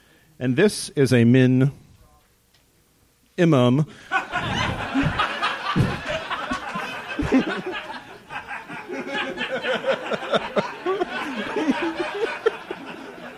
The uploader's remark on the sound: It took us until our seventh F Plus Live to figure out that we could do it somewhere other than Minneapolis, and that we could do it in a theatre! Seattle.